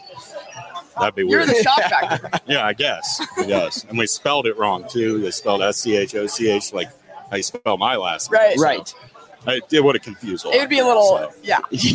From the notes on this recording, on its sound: live at Lefty O'Tooles.